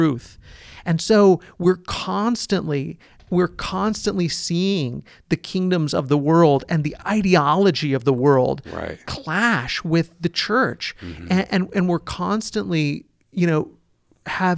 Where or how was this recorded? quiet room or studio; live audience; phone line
quiet room or studio